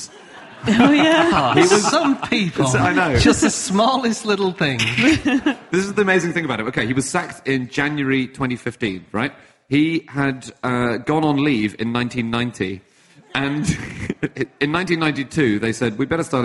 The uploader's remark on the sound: Live from Edinburgh